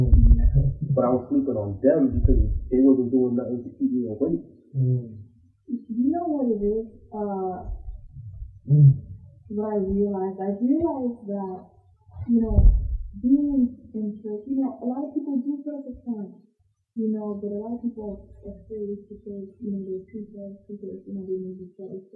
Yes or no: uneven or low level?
yes